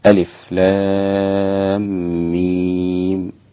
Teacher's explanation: اللام مد 6 حركات، والميم أيضا 6 حركات عند كل القراء، فقط الإمام أبو جعفر سكت عند الأحرف ولم يدغم.